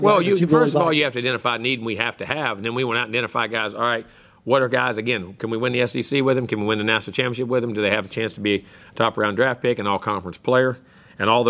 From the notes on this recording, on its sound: press conference from Kyle Field (air date 2/6/19).